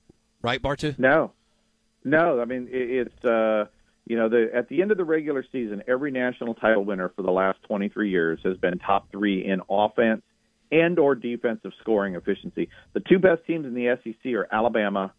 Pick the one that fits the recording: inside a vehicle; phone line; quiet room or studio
phone line